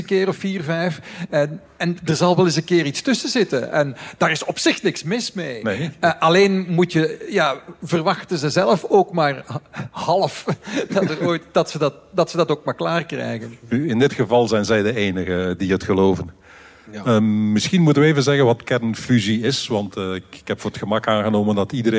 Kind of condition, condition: setting, live audience